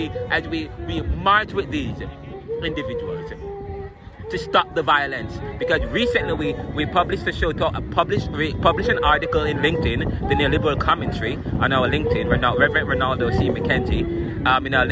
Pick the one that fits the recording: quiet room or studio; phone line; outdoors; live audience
outdoors